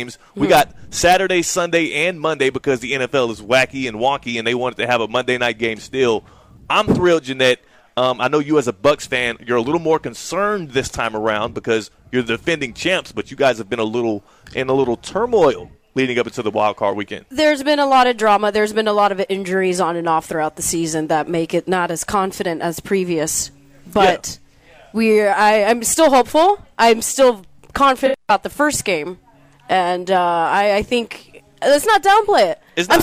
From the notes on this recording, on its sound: live from the South Florida Fair!